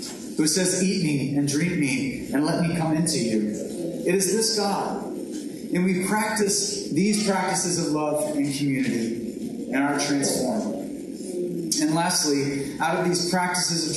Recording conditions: poor sound quality